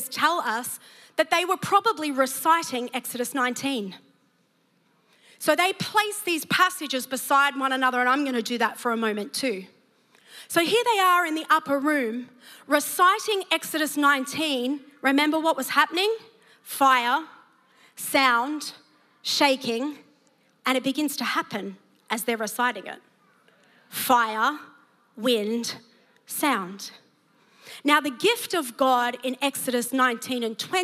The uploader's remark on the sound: preached at Neuma Church Melbourne City Location